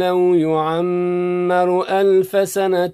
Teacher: الميم مشددة حكمه الإدغام مع الغنة